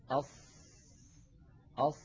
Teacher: تجدون بأن الصوت قد انحصر بين اللسان وسقف الحلق والحنك. أص من المقدمة ومن المؤخرة. · Term: الإطباق